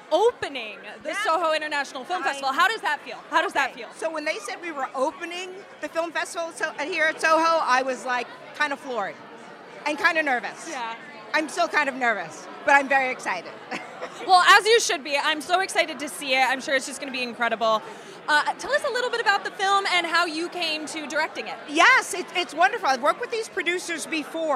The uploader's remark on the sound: This week we take you to opening night of the Soho International Film Festival. This week we take you to opening night of the Soho International Film Festival.